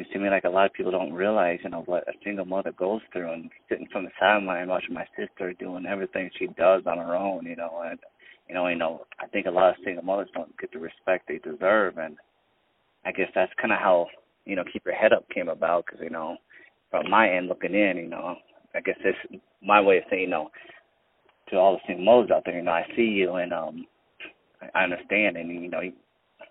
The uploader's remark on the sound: On the phone.